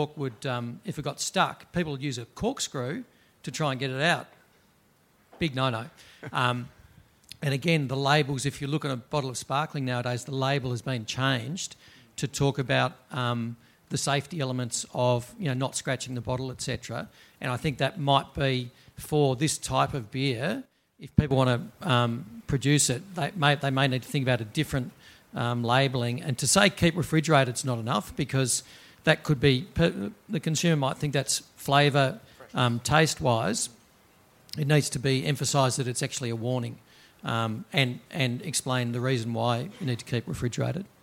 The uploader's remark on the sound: During the recent Good Beer Week in Melbourne, the Cryer Malt trade hub at BeerDeluxe was once again a focus for the brewing industry with a number of important trade discussions taking place. Brews News was able to be there to record some of these panels. This panel, hosted by Brews News.